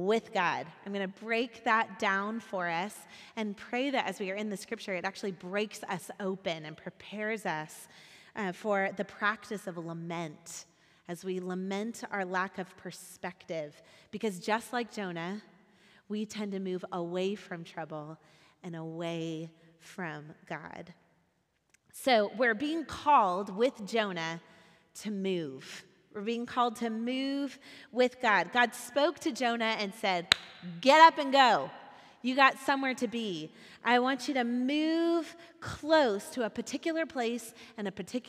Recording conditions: live audience